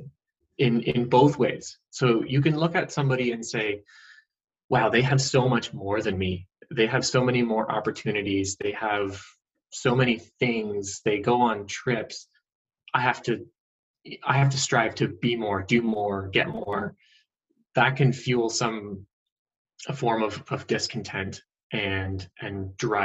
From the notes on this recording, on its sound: First Zoom interview was more than a success!